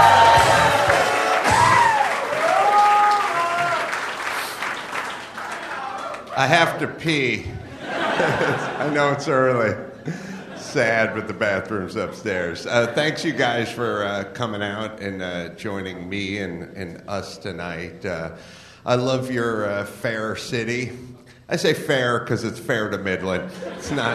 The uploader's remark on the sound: Live From Raleigh, NC.